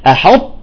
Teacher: تعطيها هيك همسة بسيطة مشان تبين إنه تاء